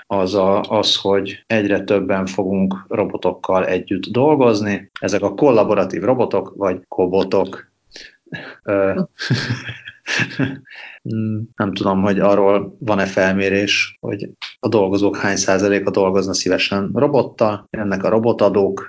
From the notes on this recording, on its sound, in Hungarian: Kétharmados Skype-podcast. A házban (munkahelyen!). Feltételezhetően Izlandon.